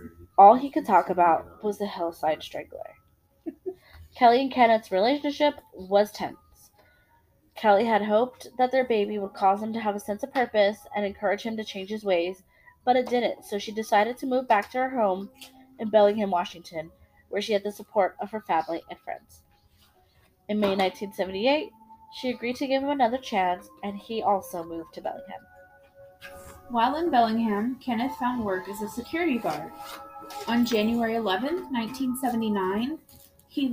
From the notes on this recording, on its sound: Excuse the technical issues.